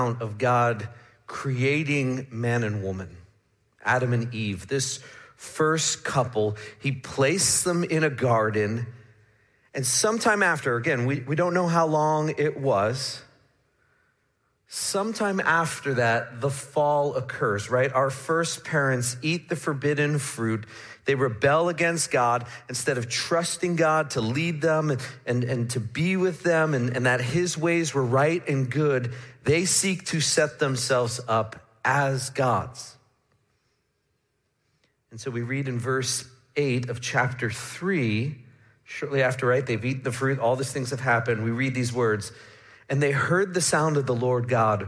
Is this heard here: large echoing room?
yes